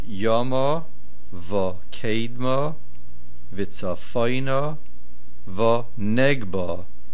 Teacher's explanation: Also, the four words, yomo, vokedmo, vitzafoino, vonegbo. All four words are mil'el.